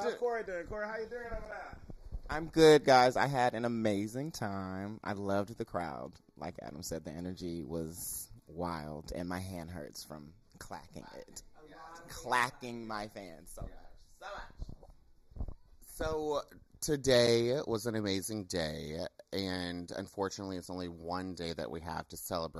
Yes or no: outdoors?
yes